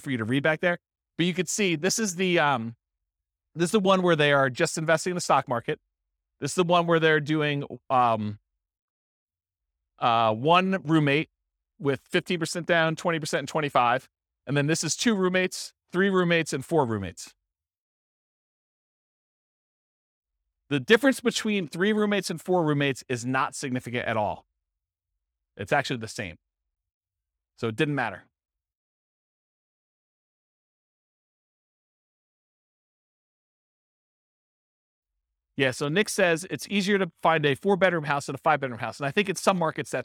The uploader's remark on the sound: This was a live class recorded